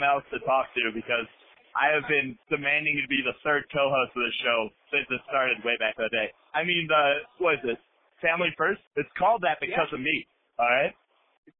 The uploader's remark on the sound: The guys open up the phone lines to their loyal listeners and the callers brought the HEAT.